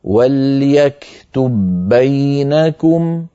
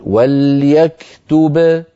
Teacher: الإدغام عملا بقول إمامنا الجزري وأولي مثل وجنس إن سكن أدغم فندغم الباء في الباء ويكون النطق بباء مشددة · Shown in: first take · هكذا وليكتب بينكم. أما لو وقفنا على وليكتب فنقول وليكتب بباء · Term: إدغام متماثلين